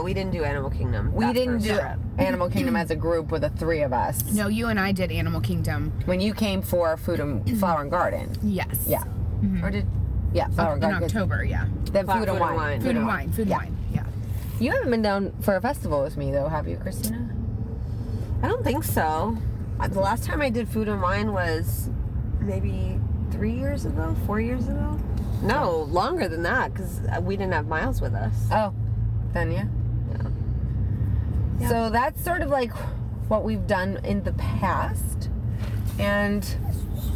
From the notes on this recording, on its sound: LITERALLY in the car heading to Disney World.